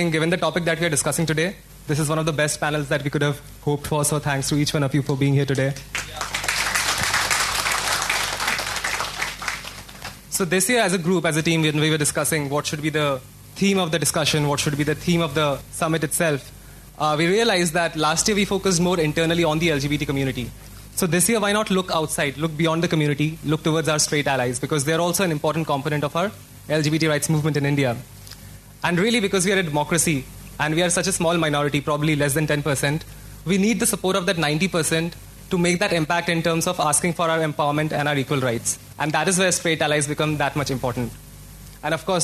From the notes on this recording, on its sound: We travel to Mumbai for front row seats at a panel discussion. We are at the Second Indian LGBT Youth Leadership Summit.